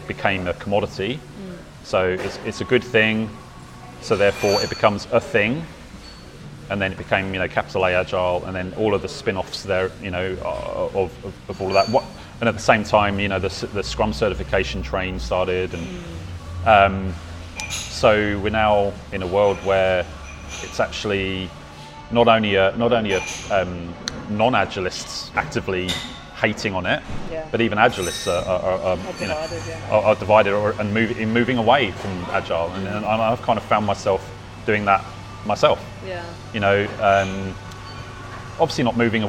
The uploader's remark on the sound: We were in a lovely little cafe called The Little Elephant: in Highett, but because of a microphone issues I had, I had a background mic on and you’ll hear a lot of background cafe noise in the recording, I’ve tried to pull it back as much as possible, but as a result my questions are pretty faint. He comes across loud and clear, exactly as he sounded to me.